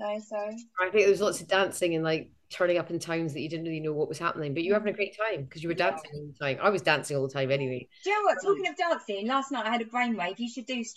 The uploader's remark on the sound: Over Zoom one morning.